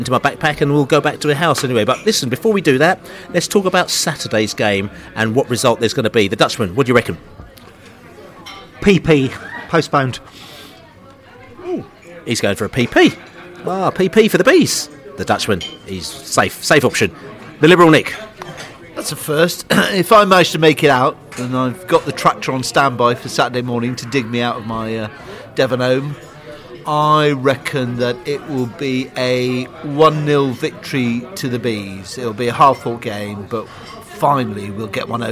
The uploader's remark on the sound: pre-match podcast from the pub